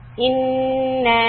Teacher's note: we hold Noon Shadda, 2 counts, and the Mad Munfasil, 4 counts.